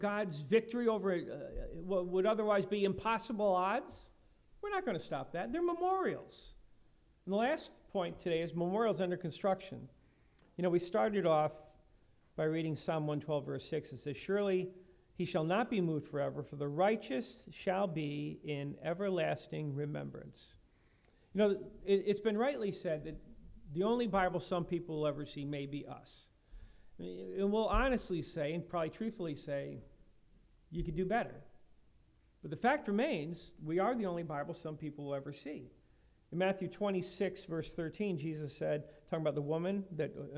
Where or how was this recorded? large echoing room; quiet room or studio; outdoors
large echoing room